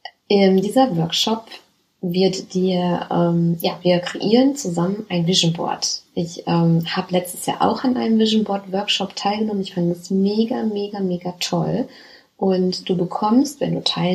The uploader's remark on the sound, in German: Hatte es nicht gecheckt, dass mein Mikro nicht steckt. Hier ist eine recht schlechte Aufnahme mit dem internen Mikro.